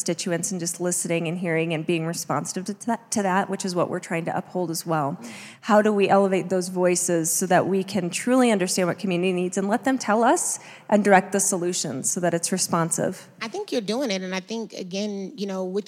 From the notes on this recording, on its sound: LIVE at Denver Startup Week. Elevated Denver hosted a live podcast recording.